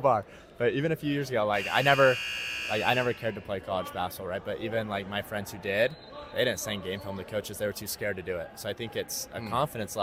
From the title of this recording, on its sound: LIVE from the Tarkanian Classic in Las Vegas